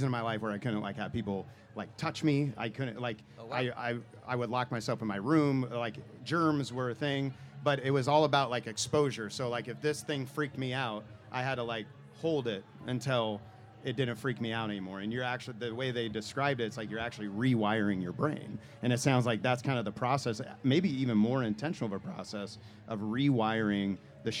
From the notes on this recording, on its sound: This is a live event from the past summer that took place during the Boulevardia festival